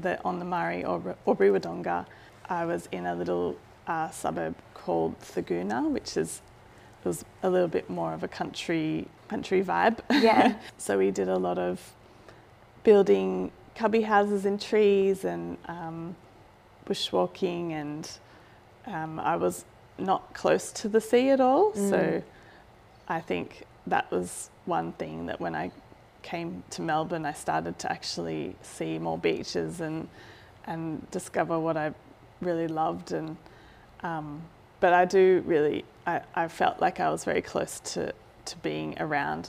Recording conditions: sounds in the background